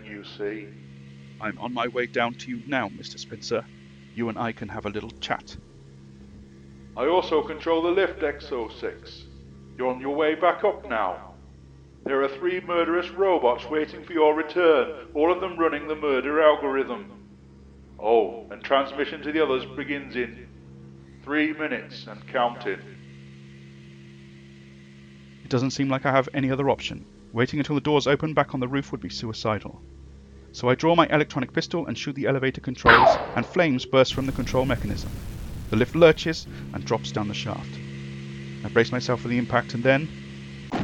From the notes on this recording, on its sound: The hisses and crackles you hear on this recording are quite deliberate, as low-fidelity is to be expected from audio retrieved by laser-accelerated spectography from a parallel universe 1965.